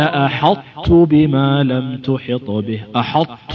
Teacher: ننطق تاء مطبقة فيها صفة الإطباق لأن الطاء هذه صحيح أن أدغمناها وذهب الحرف لكن بقيت صفة